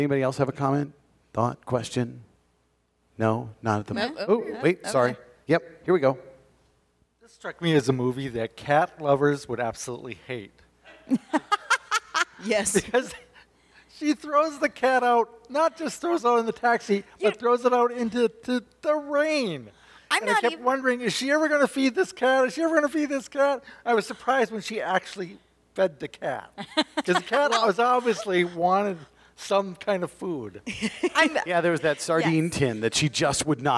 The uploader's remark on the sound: We actually got to watch this week’s movie in a movie theatre! Pepitos Parkway Theatre was kind enough to host a live recording of our podcast. A small but vocal group joined us.